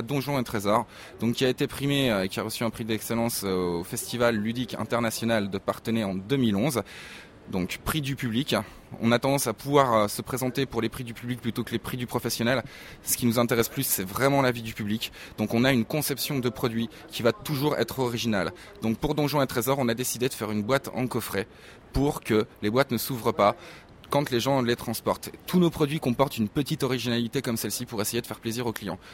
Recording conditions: busy venue